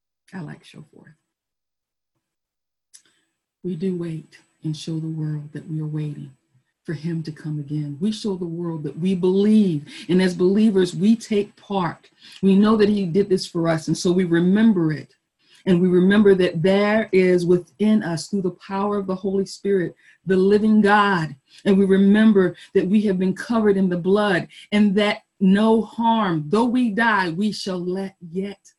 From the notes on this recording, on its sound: Our Zoom streamed Easter Service.